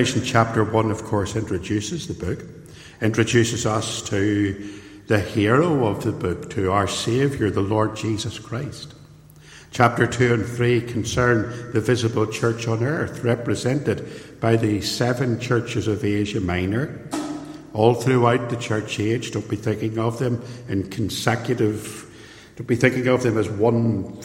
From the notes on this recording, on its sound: This sermon was recorded live at Templepatrick Reformed Church and is reproduced here with their permission.